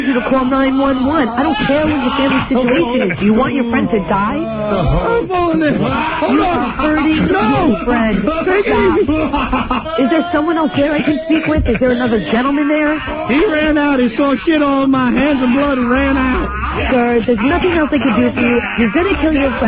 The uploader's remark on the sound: Prank Phone Calls Collection